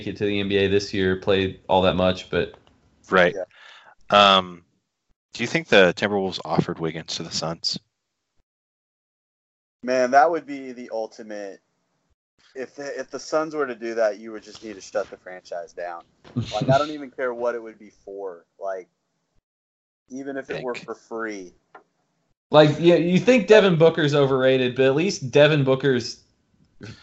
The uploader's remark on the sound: Lotta audio Snafus in this one. I was supposed to edit them, but that was time-consuming and we gotta stay on track, so I'm releasing it as-is.